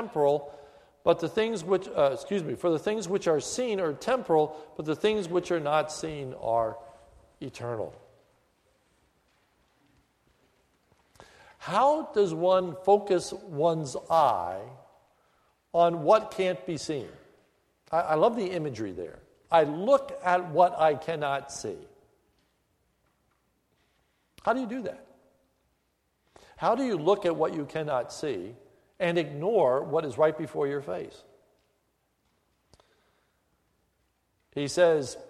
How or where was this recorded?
large echoing room